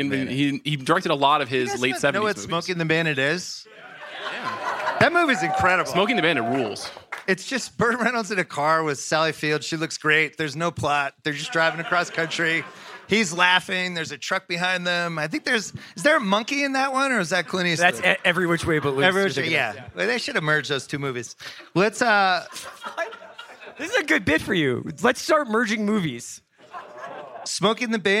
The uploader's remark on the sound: Live from the Sundance Film Festival